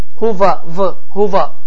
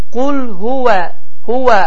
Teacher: Vav hərfi dediyimiz kimi ərəb dilində dodaqlar gönçəvari şəklini alır. · Shown in: second take